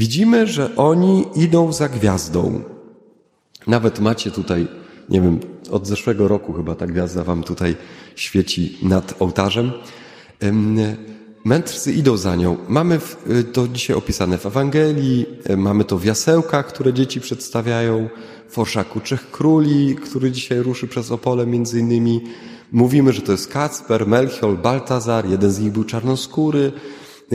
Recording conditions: large echoing room